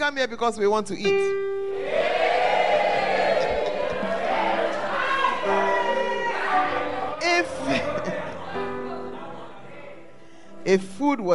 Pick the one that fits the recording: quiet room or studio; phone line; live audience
live audience